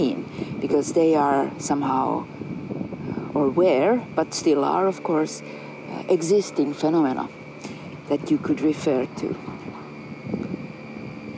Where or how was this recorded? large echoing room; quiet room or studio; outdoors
outdoors